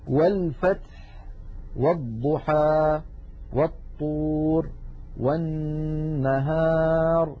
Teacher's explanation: همزة الوسط سقطت لأنها قد سبقت بحرف فصارت في درج الكلام